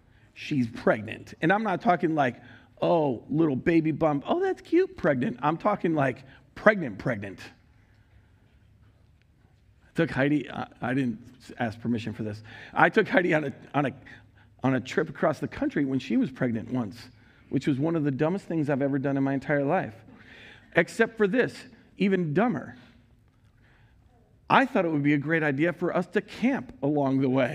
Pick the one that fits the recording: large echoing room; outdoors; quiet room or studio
large echoing room